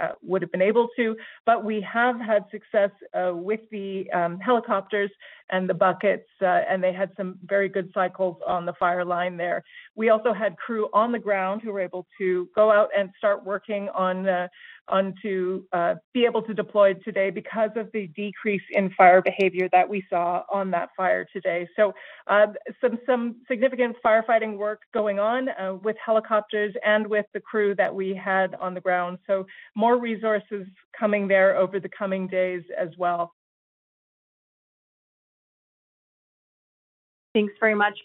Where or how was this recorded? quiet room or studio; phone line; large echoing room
phone line